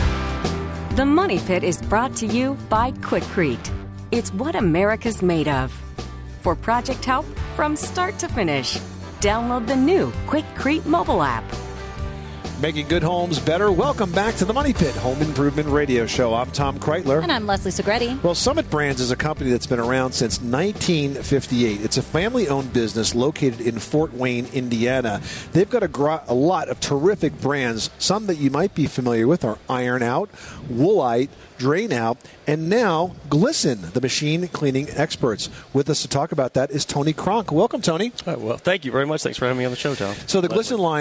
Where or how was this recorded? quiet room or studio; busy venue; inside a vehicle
busy venue